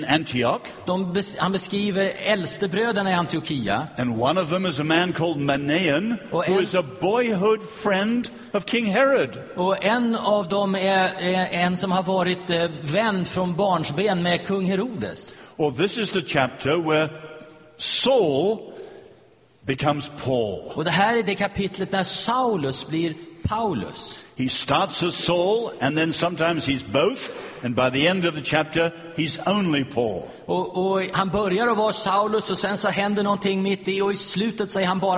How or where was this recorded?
live audience